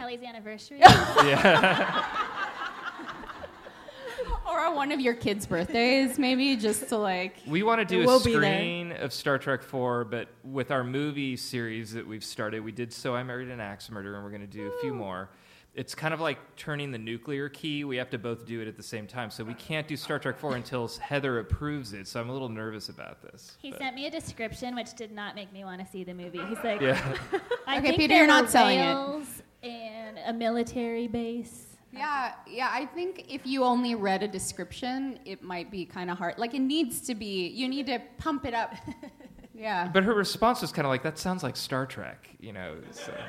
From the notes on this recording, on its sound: recorded live on May 16, 2019, at the Betabrand Podcast Theater in the Mission District.